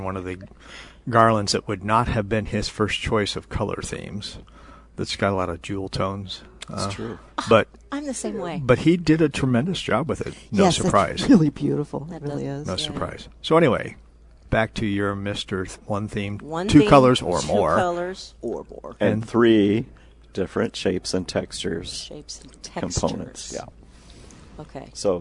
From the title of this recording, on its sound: Live at Prairie Gardens